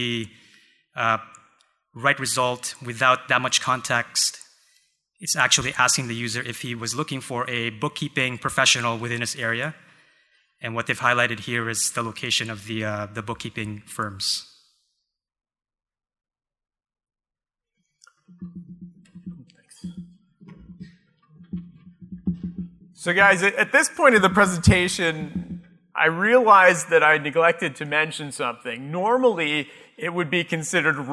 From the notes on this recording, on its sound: Live Broadcast at the The IPBC IGNITE Conference.